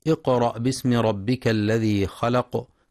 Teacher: ينتبه القارئ لقلقلة القاف في اقرأ ولترقيق الهمزة بعدها